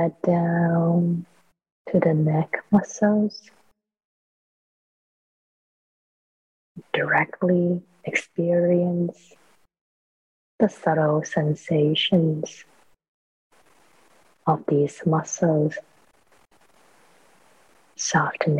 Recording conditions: video call